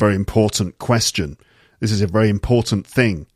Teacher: Sometimes the T at the end disappears, as you can hear.